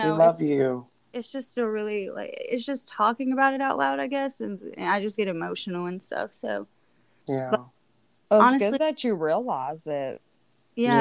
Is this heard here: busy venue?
no